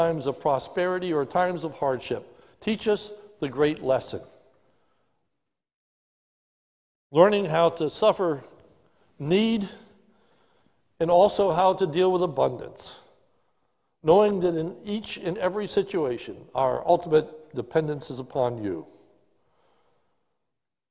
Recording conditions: large echoing room